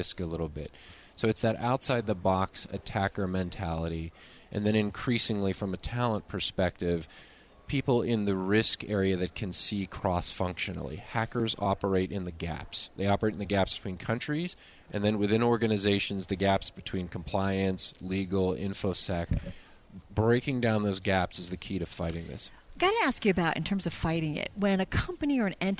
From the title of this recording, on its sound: Broadcasting from the 9/11 Memorial & Museum Summit on Security